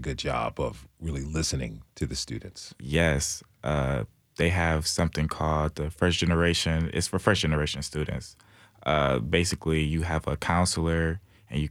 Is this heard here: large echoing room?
no